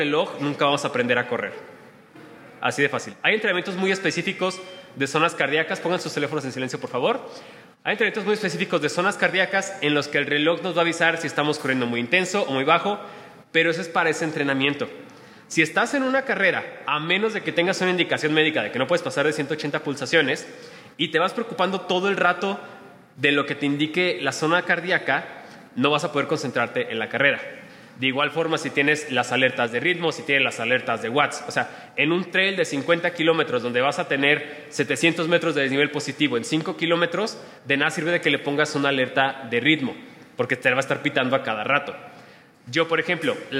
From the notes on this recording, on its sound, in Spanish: En esta plática grabada en vivo.